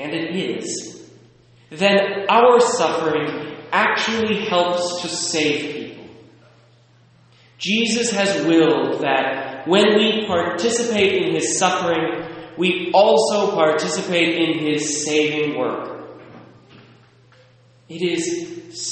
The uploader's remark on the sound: Recorded at St. Charles, Burlington, WA.